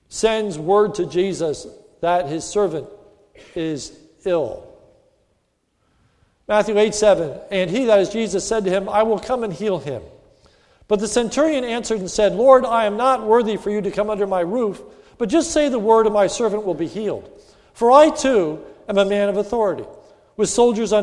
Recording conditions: large echoing room